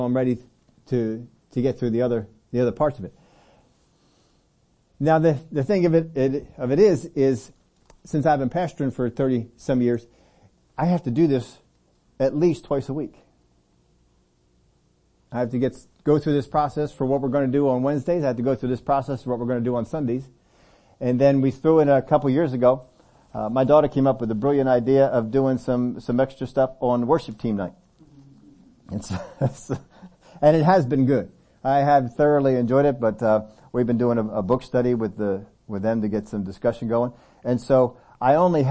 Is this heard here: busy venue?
no